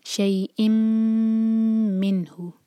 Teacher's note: میم کو ہولڈ کریں گے دو سیکنڈس اور اس کے بعد نون سے جوڑیں گے. نون پر ہے اظہار، نون کی آواز کو کلیئر پڑھا جائے گا. · Term: غنّہ